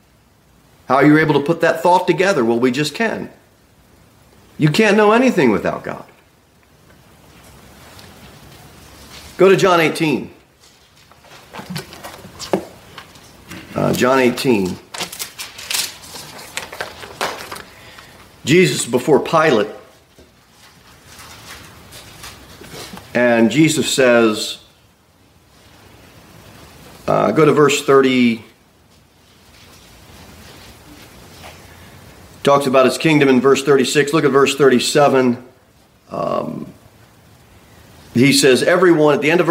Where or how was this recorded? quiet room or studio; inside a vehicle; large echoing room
large echoing room